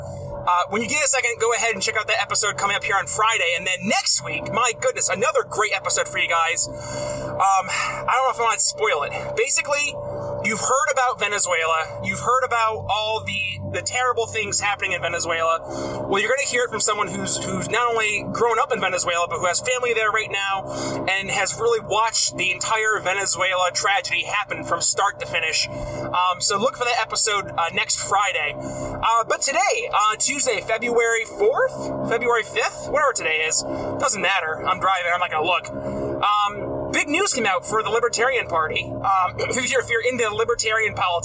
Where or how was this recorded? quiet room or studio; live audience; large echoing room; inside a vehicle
inside a vehicle